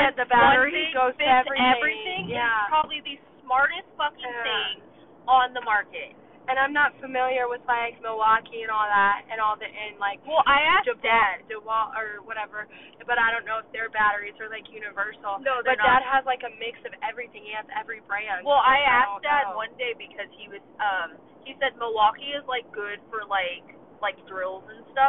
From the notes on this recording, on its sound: In the first episode recorded only using the phone from the car.